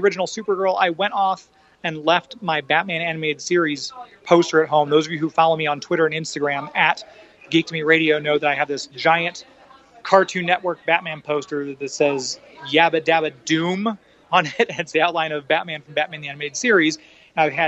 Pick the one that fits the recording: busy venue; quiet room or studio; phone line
busy venue